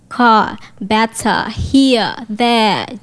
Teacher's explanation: British accents is actually non-rhotic